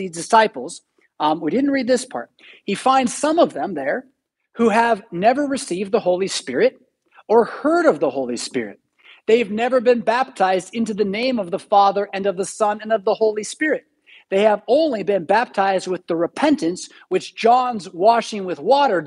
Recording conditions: large echoing room